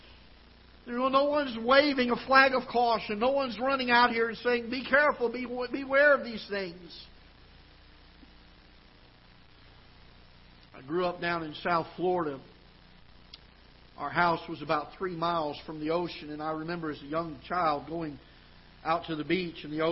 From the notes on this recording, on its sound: Ketha Heights Baptist Church ~ Live Broadcast.